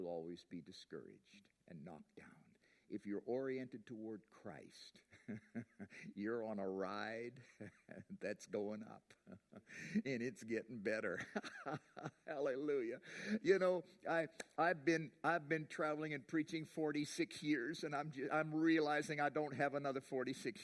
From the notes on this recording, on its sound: preached at The Rock Church on Jan 5, 2020